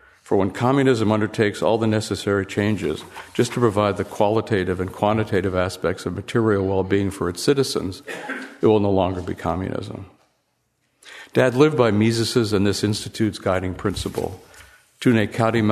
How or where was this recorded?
live audience